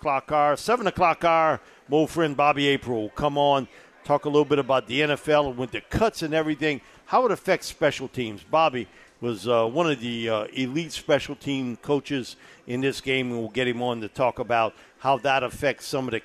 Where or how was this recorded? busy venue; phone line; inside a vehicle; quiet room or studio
busy venue